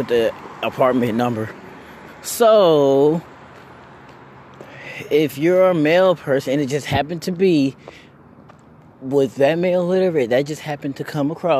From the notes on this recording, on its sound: Up walking and talkin.